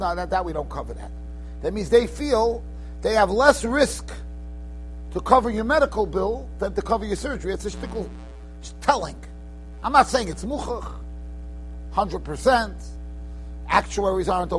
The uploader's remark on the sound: Shiur recorded in Yeshivas Ohr Reuven, Monsey, NY.